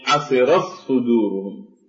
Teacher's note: فندغم التاء بالصاد فتكون حصرت صدورهم